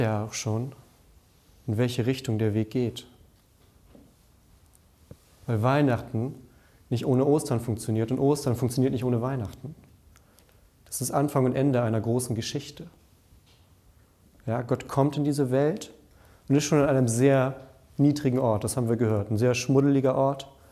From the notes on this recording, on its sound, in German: Unsere Predigt aus dem Nachtgottesdienst an Heiligabend.